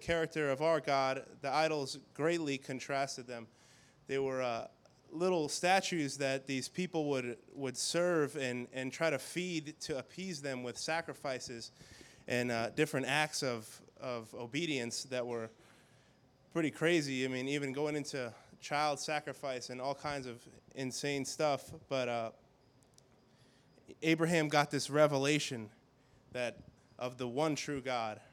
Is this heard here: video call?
no